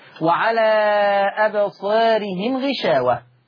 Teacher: ختم الله على قلوبهم وعلى سمعهم ما فيها شيء، وعلى أبصارهم غشاوة، هكذا إشباع المنفصل وتقليل الألف لأنها ما بعدها راء متطرفة مكسور